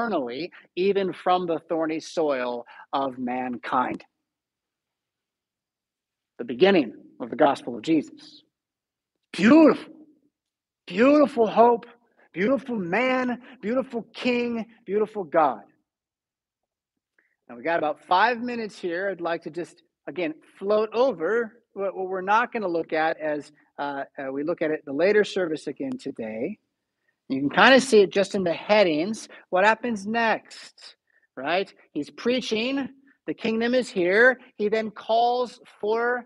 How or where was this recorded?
large echoing room